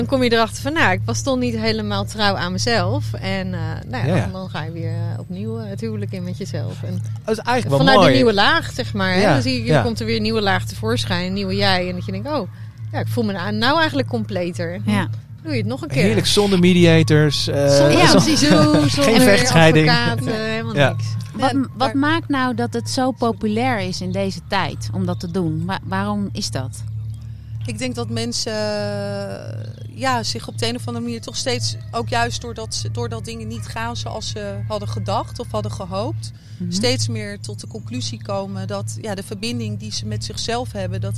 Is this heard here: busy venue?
yes